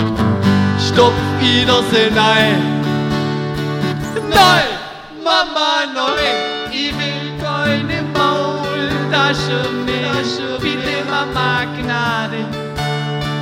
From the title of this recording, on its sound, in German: live en dr Mini Music Bar en Leonberg